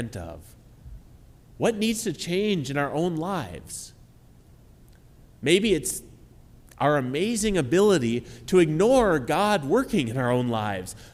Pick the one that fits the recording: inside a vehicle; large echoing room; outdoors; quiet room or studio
large echoing room